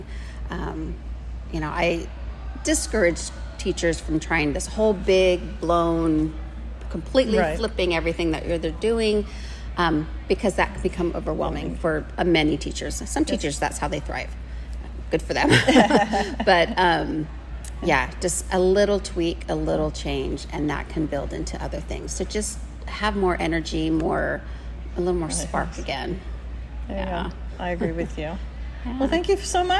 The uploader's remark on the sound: I recorded this episode at the 2023 Fall CUE Conference in Stockton, California. I interviewed a few conference attendees.